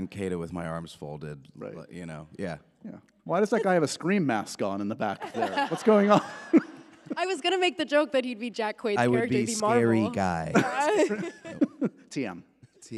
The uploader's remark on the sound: A LIVE taping and goodbye to their press tour.